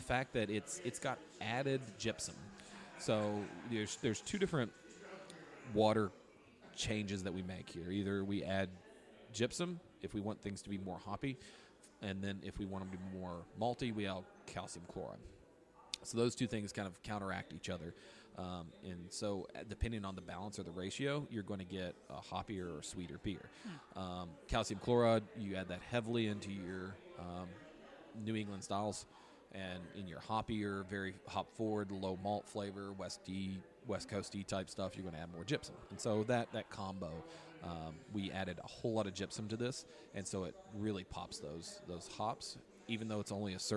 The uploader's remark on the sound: Live from Deladders...I Mean, Broken Throne